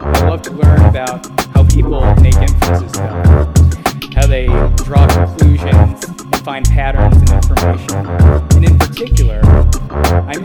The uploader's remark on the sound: Special Edition Live from DCentral Austin